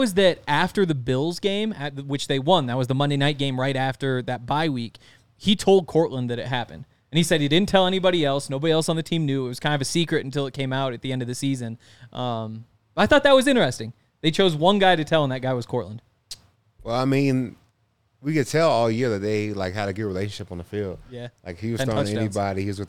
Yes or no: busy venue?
yes